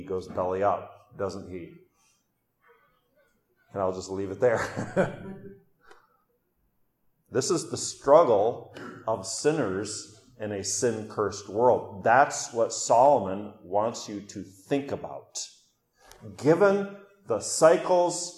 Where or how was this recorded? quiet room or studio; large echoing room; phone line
large echoing room